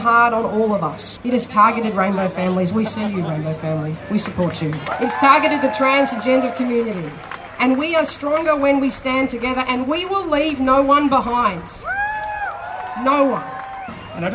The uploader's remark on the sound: We broadcast the announcement and celebrations that followed.